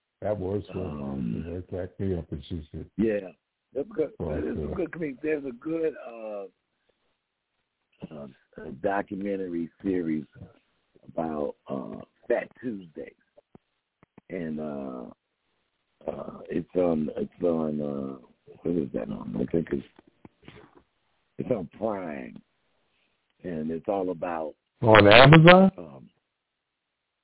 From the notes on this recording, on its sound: TALK RADIO TONIGHT! LIVE CALL.